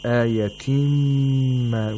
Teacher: we have to nasalize the mean for two vowel counts